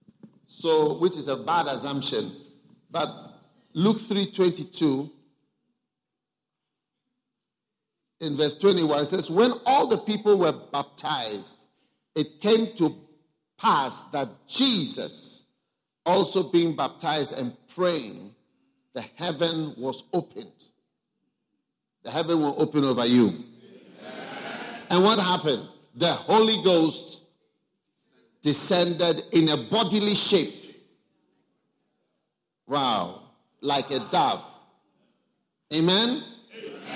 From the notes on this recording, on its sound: Preached at a Healing Jesus Pastors' conference in Francistown, Botswana